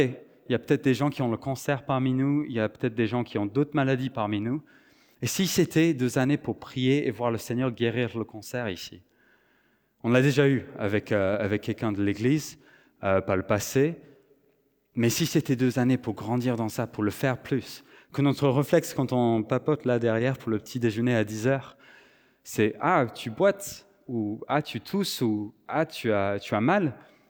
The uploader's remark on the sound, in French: Enregistré à l'église CVV, le 24/09/2023.